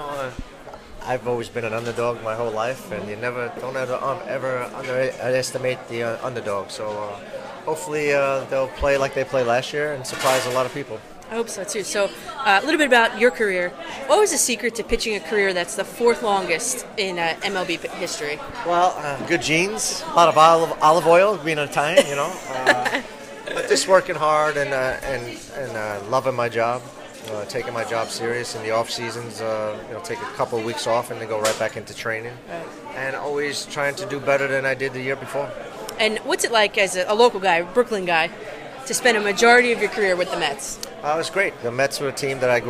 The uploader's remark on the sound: Location: Carmine & Sons Bar and Restaurant, Brooklyn